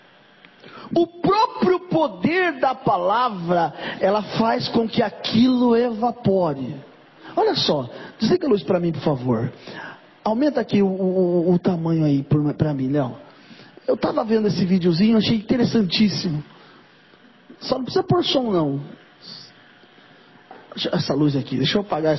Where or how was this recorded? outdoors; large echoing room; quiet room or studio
large echoing room